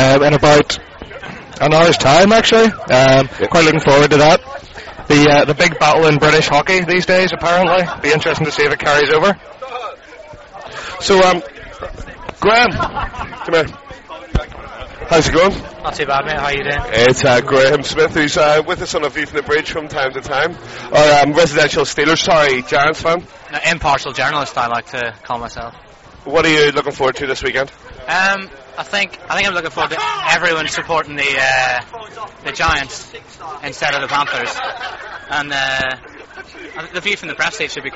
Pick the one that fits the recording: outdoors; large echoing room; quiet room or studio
outdoors